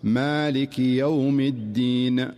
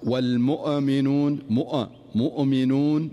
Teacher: ومن أمثلة ذلك في قوله تعالى والمؤمنون والمؤمنات مثلا، فتجد البعض يقول والمؤمنون والمؤمنون هذه الزيادة في الهمزة أو الزيادة في نطق الهمزة والتكلف فيها هو الذي ينتج عنه هذا الخطأ، وهو قلقلة الهمزة · Shown in: second take · فتجده يقرأها فيقول والمؤمنون مؤمنون الصحيح والمؤمنون والمؤمنات والمؤمنون.